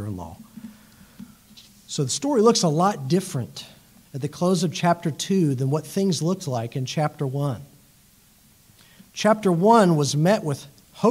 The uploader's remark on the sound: It was preached at Ortega Presbyterian Church in Jacksonville Florida.